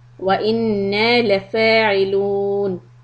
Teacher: Make sure we hold the noon shadda and also stretch for the alif.